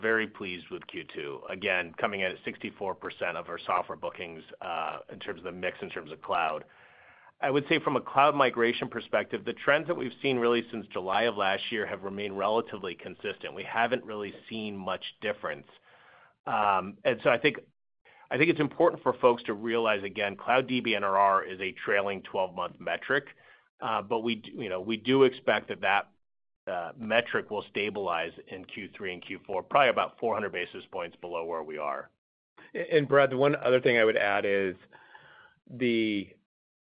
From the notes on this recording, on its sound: Second Quarter 2024 Financial Results Conference Call of Splunk Inc.